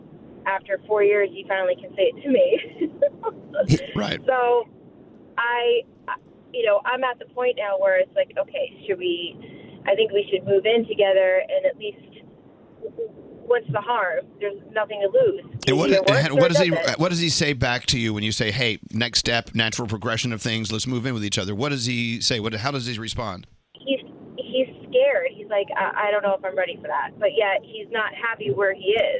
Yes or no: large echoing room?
no